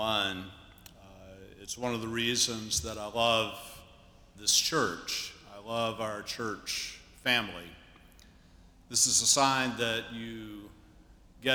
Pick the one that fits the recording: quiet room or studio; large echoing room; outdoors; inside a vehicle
large echoing room